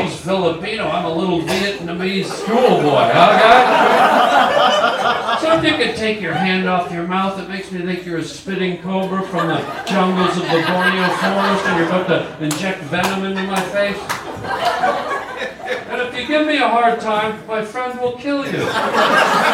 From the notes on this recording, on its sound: goes live on stage